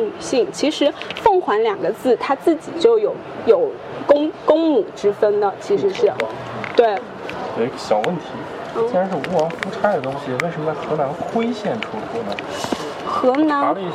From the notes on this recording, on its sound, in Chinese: 这期节目，我们播放的是9月25日在上博青铜馆的现场录音。